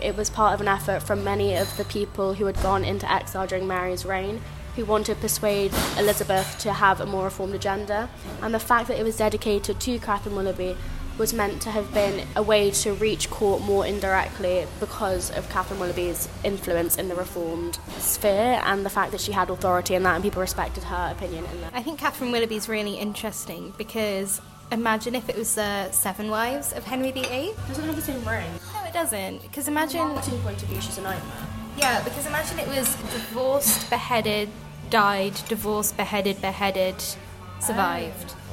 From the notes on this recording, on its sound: recorded in a cafe this week so prepare for some background ambience